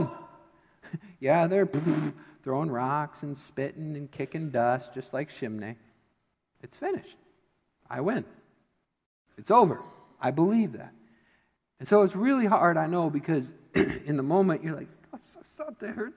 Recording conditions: large echoing room